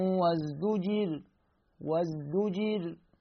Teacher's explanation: وازدجر في حال الوقوف الراء ستصبح ساكنة لأنها سكون عارض، وقبل الراء شنو الحركة؟ مكسورة، فإذا ترقيق